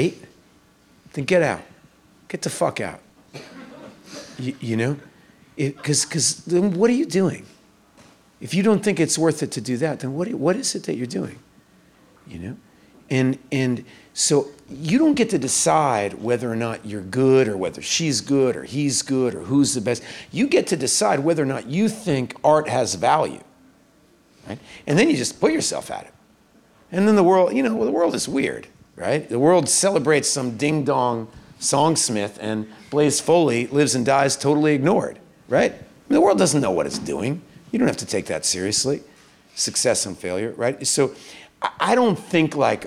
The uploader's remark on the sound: The actor-writer-filmmaker was in prime raconteur mode, in front of an enthused audience.